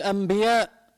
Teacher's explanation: احيانا انت باللفظ بتقول انبياء، انبياء تطلع معك ميم، انبياء، الانبياء، ما بتقول انبياء. · طيب بس بنفس الوقت النون والميم من قراب من بعض من حيث أنه هن غنة، اثنيناتهم حرف غنة، فشو بيعملوا هون العلماء؟ النون بلفظها ميم، بقلبها ميم